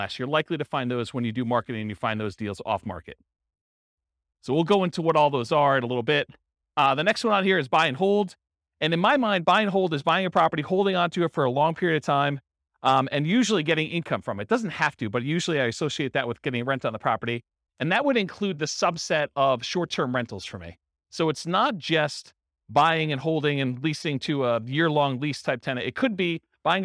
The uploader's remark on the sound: This was a live class recorded